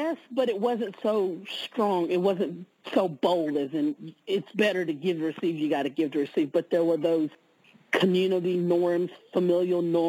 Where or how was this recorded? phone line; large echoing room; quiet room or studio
phone line